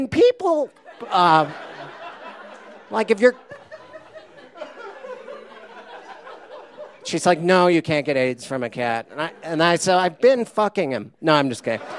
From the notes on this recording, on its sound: These stories were recorded at The Deer Pile on March 20, 2014